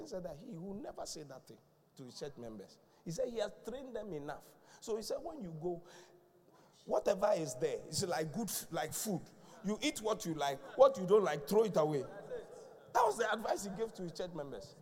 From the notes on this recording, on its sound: Preached at The Qodesh